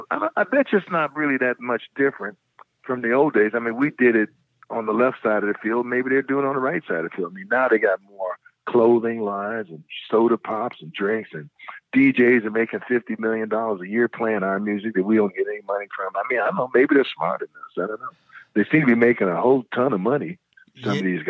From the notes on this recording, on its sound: We chatted on the phone today